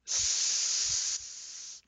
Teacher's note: It makes a loud hissing noise, and you can keep saying it as long as you have breath. Ss. There's no limit on how long aspirant can be, only your breath.